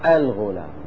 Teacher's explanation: فنقول الغلام حتى نتلفظ باللام، نتوصل بالهمزة للنطق بالساكن وهو اللام · Term: لام التعريف